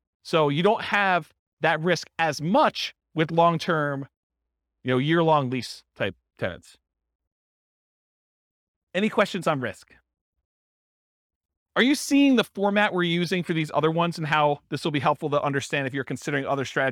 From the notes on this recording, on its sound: This was a live class recorded